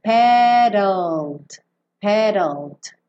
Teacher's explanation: como o E não vai ser pronunciado, pensa em sair do D e já ir pro L no sol da boca